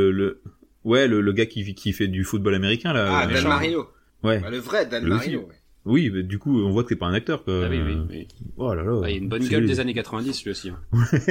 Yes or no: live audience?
no